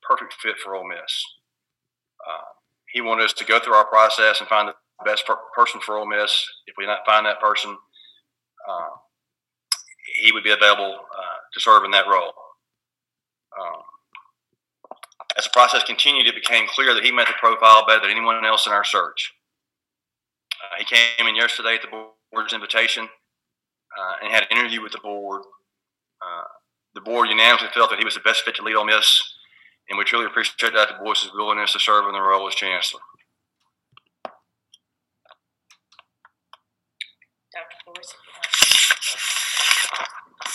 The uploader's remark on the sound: met the media on a conference call.